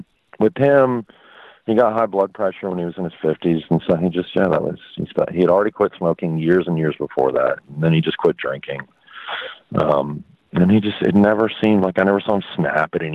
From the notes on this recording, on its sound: I interviewed him via phone from his home.